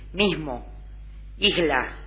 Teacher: frecuente asimilación de la S a la consonante nasal siguiente